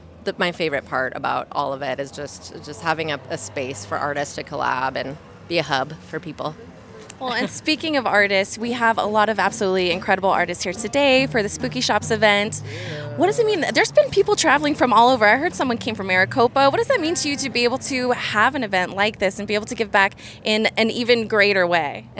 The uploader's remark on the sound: Scaredycast spent the day at Midsommar Night's Scream Part 2! An event hosted by Spooky Shops at Main Stage in Cottonwood, AZ featuring spooky vendors, live music, and more!